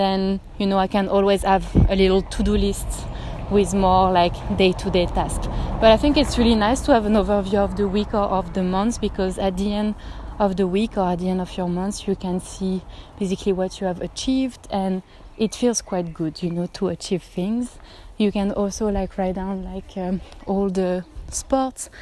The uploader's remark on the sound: I decided to have a spontaneous walk and record in the street